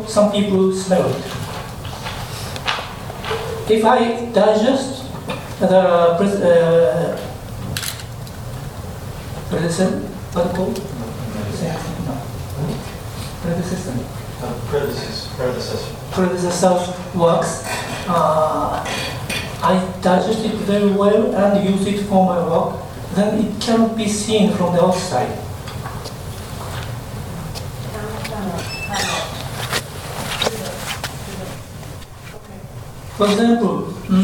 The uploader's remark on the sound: at the Worlds Literature Festival Salon: Tuesday 21st June 2011